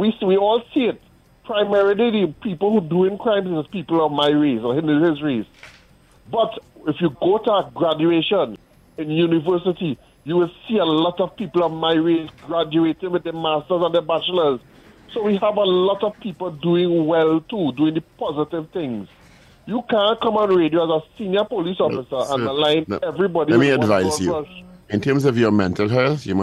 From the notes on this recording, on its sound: During this hour we take calls from our audience